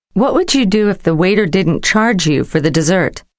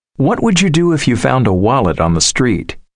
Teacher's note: Notice how the D and Y sounds assimilate to J in questions with would you. · Term: Assimilation of D and Y